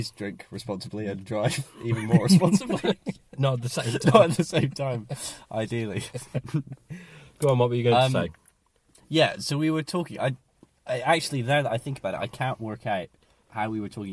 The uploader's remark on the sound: Christmas Carcast